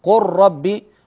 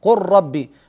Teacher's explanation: هنا نقلب اللام راء فنقول قر ثم ندغم الراء في الراء · Shown in: second take · قر ربي، فهنا عملان هما قلب الأول من جنس الثاني ثم إدغام الأول في الثاني. · Term: الإدغام